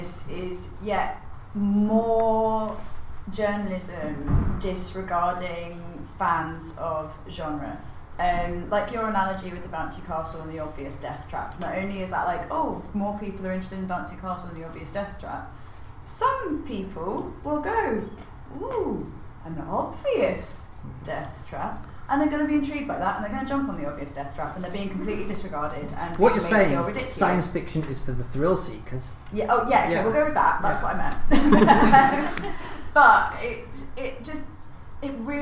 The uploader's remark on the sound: a live show presented at Sledge Lit 2017